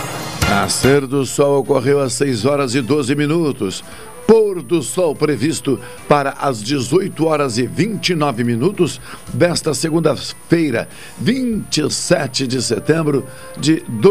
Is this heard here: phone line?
yes